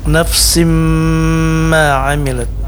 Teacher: kasratain bertemu dengan huruf mim, ini namanya idgham bi gunnah, masuk dengan dengung